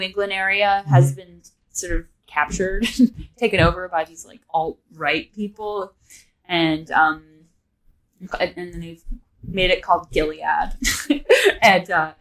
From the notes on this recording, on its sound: Sorry for the audio. I figures d out the issue.